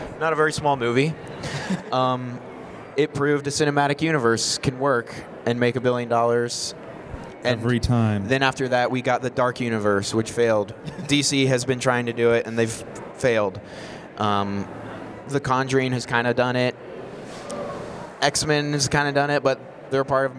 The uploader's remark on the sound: Live from Air Capital Comic-Con. A live show from a Comic-Con!?